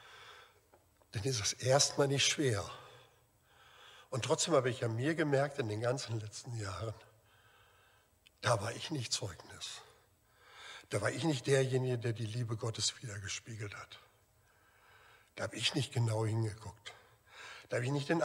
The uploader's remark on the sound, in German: Aufzeichnung der Predigt des Gottesdienstes